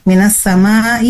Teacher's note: ada idgham syamsiyah atau alif lam syamsiyah, ya. Di mana huruf bunyi alif lam itu tidak terdengar